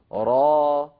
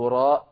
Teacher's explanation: فنقول را ولا نهمز آخرها · Shown in: first take · يعني لا نقول را، نعم، فلا نأتي بهمزة في الآخر.